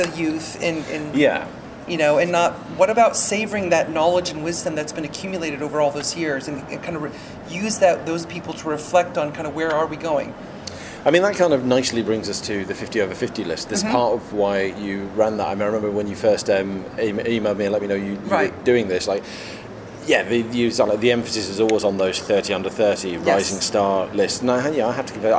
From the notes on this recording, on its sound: Recorded at E3 2018